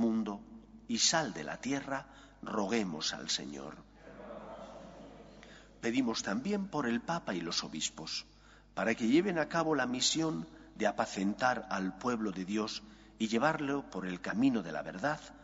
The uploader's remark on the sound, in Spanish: Santa Misa del martes 21/3/2023, Iglesia de María Virgen Madre